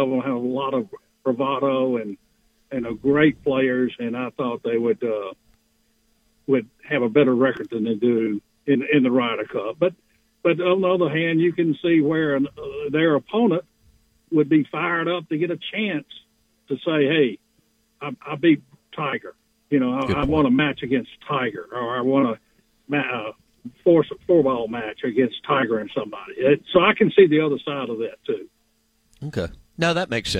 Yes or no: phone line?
yes